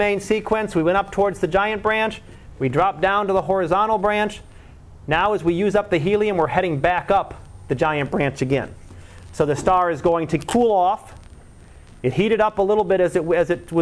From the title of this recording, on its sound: Live Class Lecture